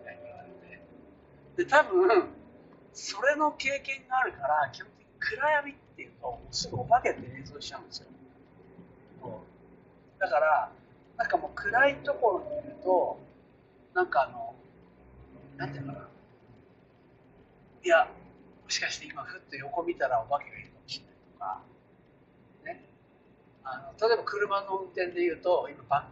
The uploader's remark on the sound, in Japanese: 車を運転しながら